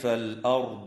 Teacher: وتفخم الراء وصلا ووقفا في كلمة الأرض لسكونها بعد فتحة